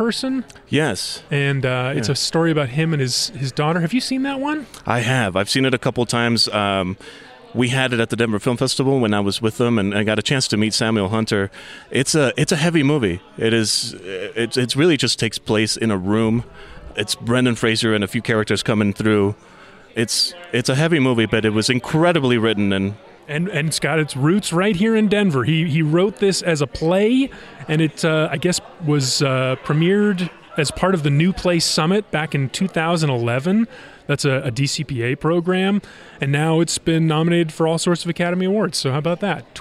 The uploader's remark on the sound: This episode was recorded on location at the Jewish Community Center during their Tzedakah 4 Kids fundraiser supporting the JCC’s ESL and summer programming.